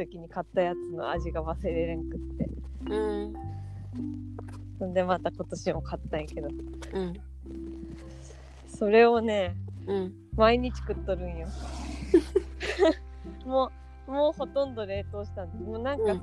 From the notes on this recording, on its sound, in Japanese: 雑音多め。一部どうぶつの森のような音声バグあり。